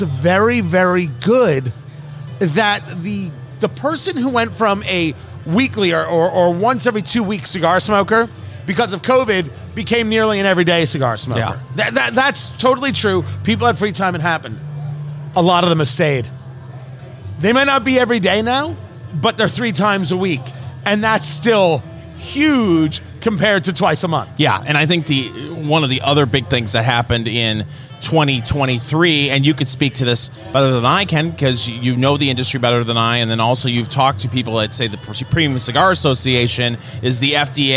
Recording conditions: busy venue